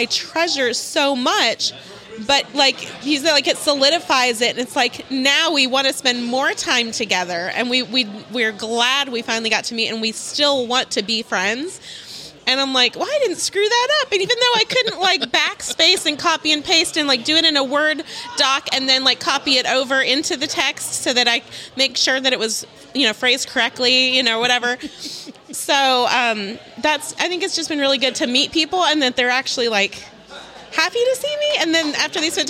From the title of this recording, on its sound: Live Interviews | LTNcon In Your Own Words: Attendees